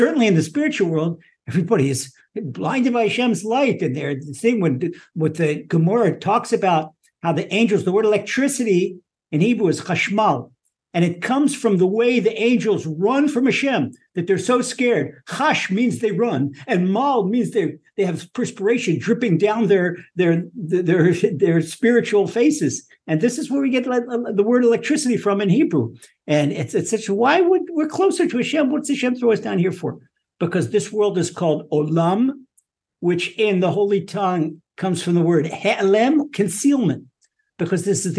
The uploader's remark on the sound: Recorded via TORCHzoom.